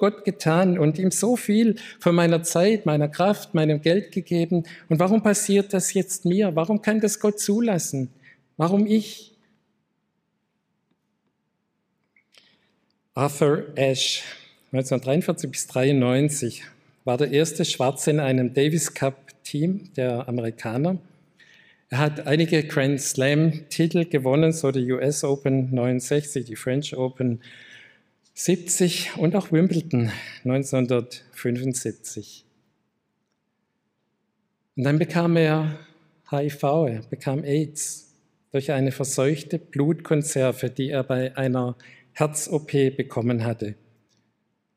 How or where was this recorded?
large echoing room